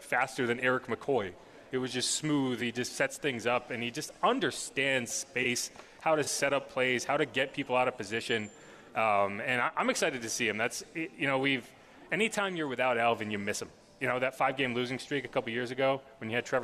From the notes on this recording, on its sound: LIVE from the Dome